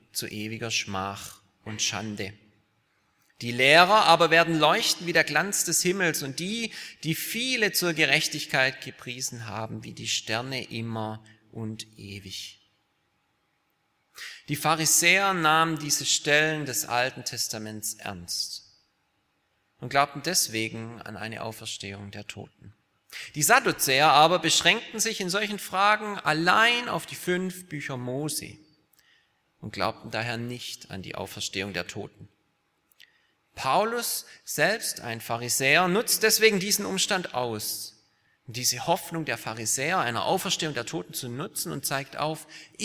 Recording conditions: large echoing room